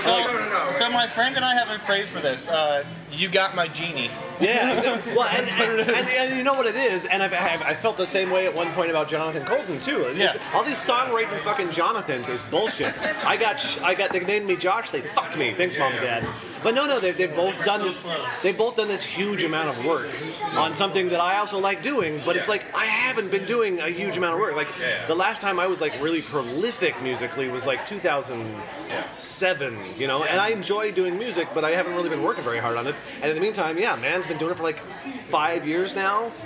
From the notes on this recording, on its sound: The long-overdue, field-recorded episode from XOXO Fest 2014. Mostly in drunken snippets.